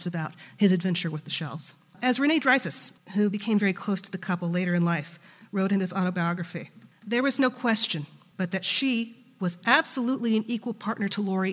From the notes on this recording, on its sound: was recorded in front of a live studio audience